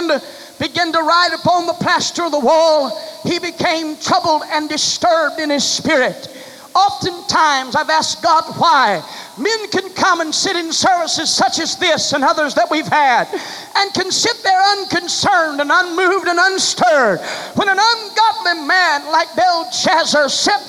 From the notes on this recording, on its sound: delivered July 23, 1989 at First Apostolic Church in North Vernon, Indiana.